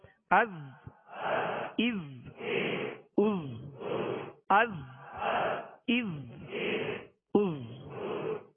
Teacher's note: اس میں سیٹی کی آواز ہوگی زا کو سختی سے ادا کر رہے ہیں سیٹی کی آواز ہوگی از از از از از از